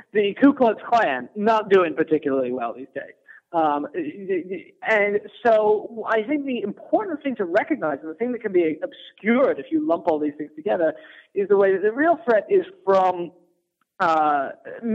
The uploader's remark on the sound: Phone call with Current Affairs magazine.